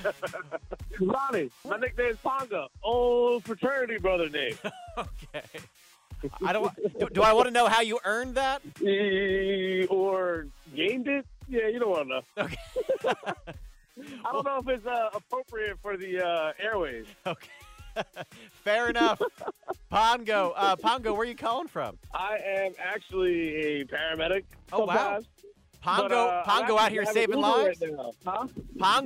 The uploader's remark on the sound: Listeners call in to share theirs